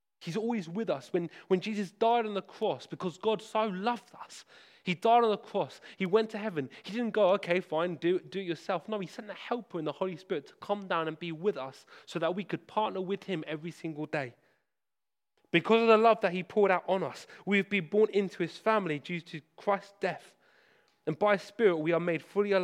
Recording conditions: large echoing room